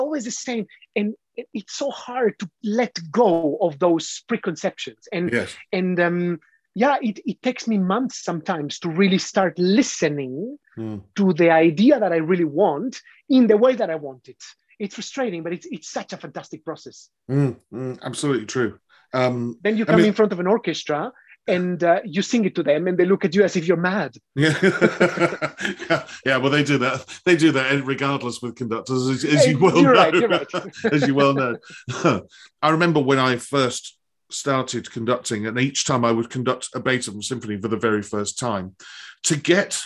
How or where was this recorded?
video call